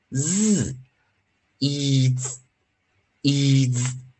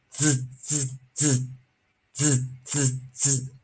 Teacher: 后面这个 D S 还是要浊化啊，所以 S 前方是 D